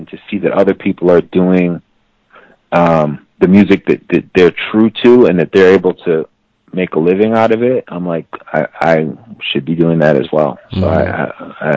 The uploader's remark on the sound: He called in to BYNK Radio